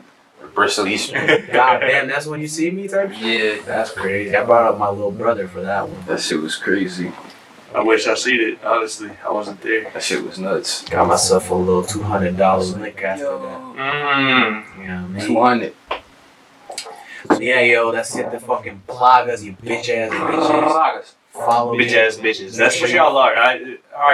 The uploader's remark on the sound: Every audio issue imaginable. Definitely worth the watch/listen EVEN with the audio problems they encountered.